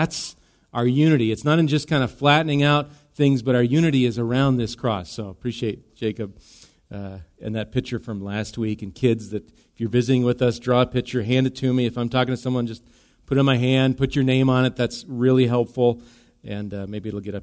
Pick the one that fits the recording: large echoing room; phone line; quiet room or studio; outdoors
large echoing room